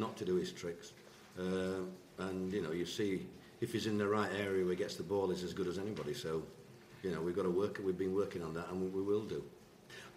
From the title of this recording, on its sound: post-match press conference